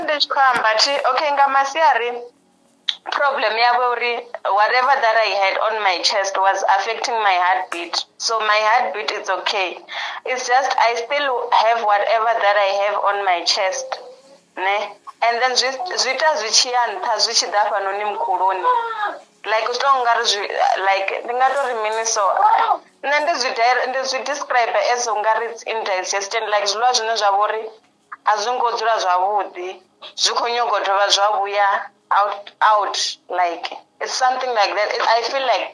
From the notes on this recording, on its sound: Deliverance over the phone in JESUS NAME.